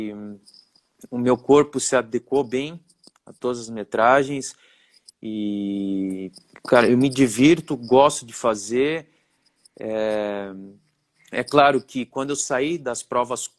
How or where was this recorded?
video call